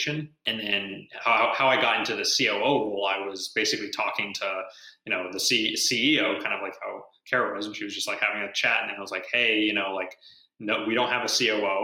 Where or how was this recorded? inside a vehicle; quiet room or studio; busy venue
busy venue